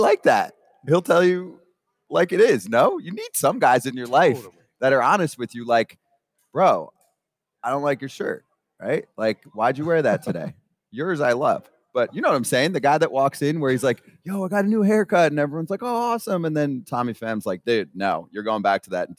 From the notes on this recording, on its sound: Today's show was LIVE at Borgata in Atlantic City